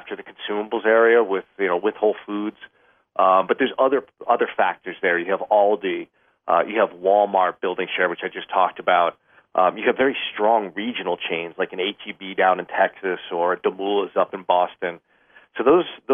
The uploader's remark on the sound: Jumps on the phone.